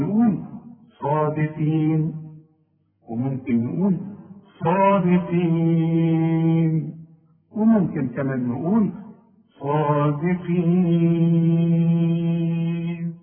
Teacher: كلمة صادقين اللي دي ممكن احنا بنديها عند الوقف حركتين واربع حركات وست حركات